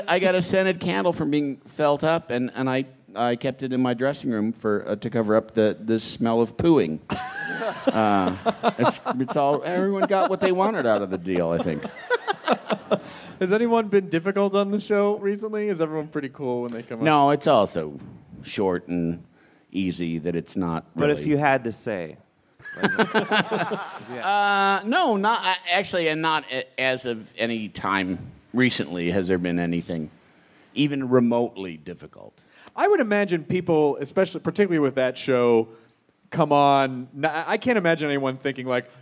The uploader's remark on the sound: Live from LA! It's the fun filled live show from the Nokia Theater in downtown Los Angeles!